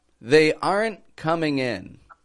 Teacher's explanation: Very good stop on that, aren't. And your voice kind of went up there, aren't coming in.